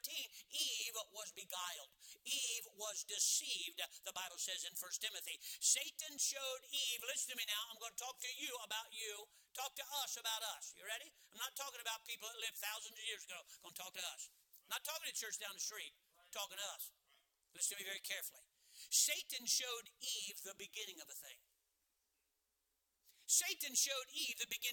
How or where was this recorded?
large echoing room